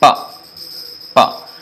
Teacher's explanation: The whole stoppage is by the lips.